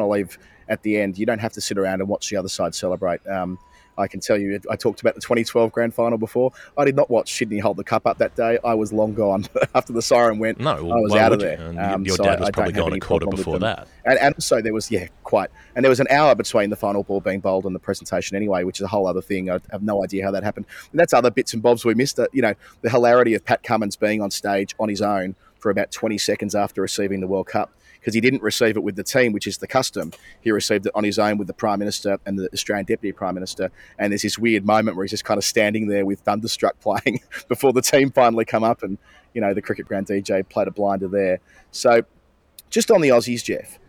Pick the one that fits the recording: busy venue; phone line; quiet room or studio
busy venue